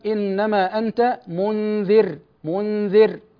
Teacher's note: أما الراء المتطرفة المتحركة في الوصل الساكنة في الوقف فترقق